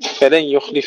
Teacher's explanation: إدغام بلا غنة لخلف عن حمزة